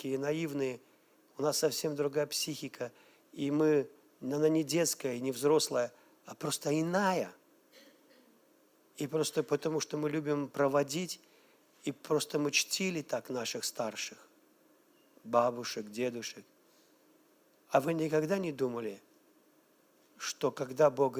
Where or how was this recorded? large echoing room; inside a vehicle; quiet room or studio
large echoing room